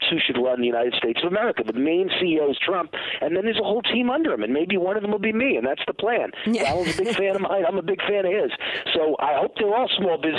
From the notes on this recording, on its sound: phone guest of the evening